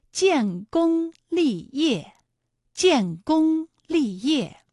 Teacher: 建功立业的建功二字呢，一个是有前鼻韵母烟，一个是有后鼻韵母翁